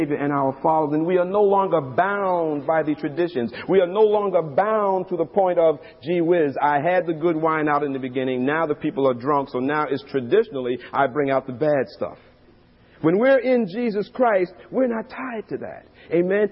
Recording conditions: large echoing room